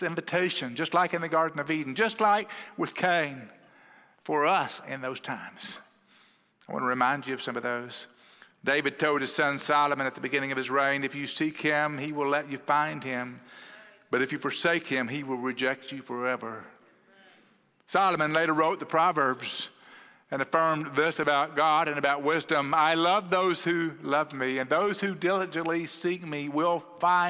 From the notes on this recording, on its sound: at Cross City Church in Euless, TX